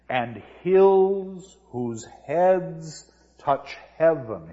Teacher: we go from the short I sound of hills to head to heaven, and the vowels get drawn out